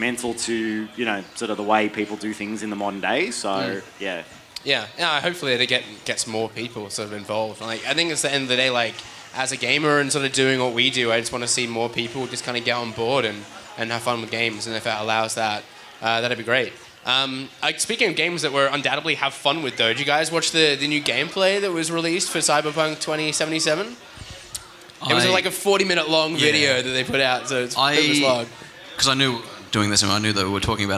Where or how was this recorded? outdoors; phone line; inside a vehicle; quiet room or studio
outdoors